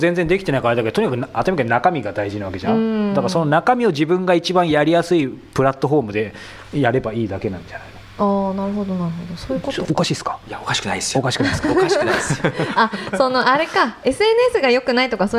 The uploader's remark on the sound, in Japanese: 初の公開収録